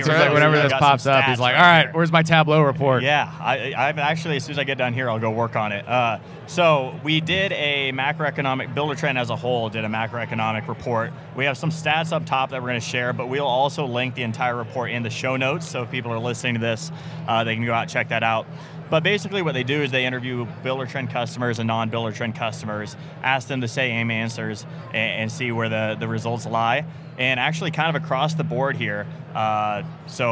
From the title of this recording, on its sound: Live at IBS